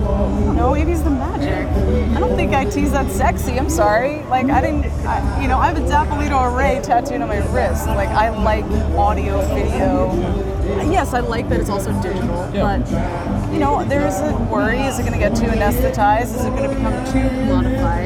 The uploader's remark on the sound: Discussing the highlights of Integrated Systems Europe 2019 right from the show floor.